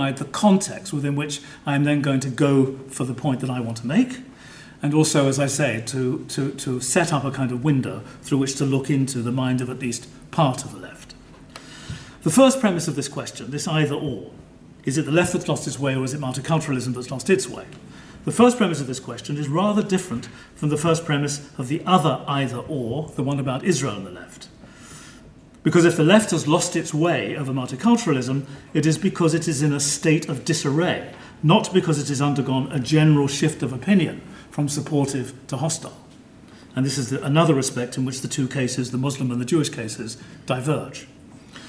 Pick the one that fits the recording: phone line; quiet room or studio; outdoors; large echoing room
large echoing room